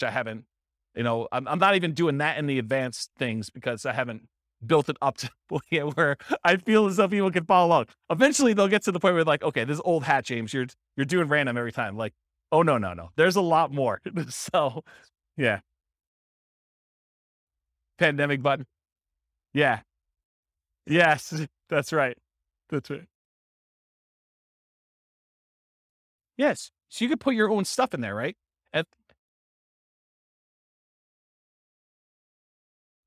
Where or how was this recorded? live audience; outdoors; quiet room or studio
live audience